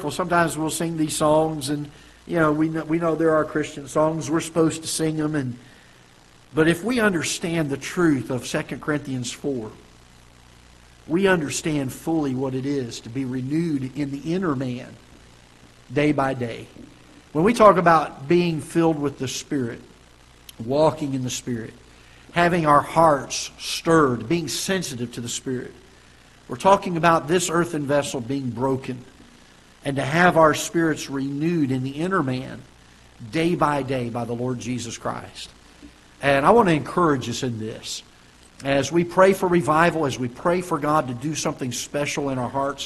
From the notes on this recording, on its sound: Ketha Heights Baptist Church ~ Live Broadcast.